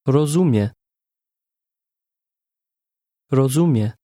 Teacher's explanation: Did you hear how the speaker stressed the middle of that word?